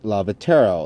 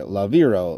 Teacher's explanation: The V is pronounced almost as in English, only a bit softer and closer to the W.